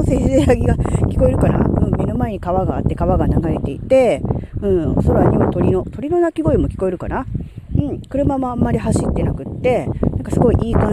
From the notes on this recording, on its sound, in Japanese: 屋外で収録しました。風が強かったため、雑音多めですみません。